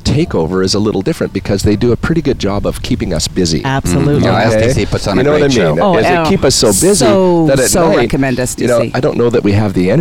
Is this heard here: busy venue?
yes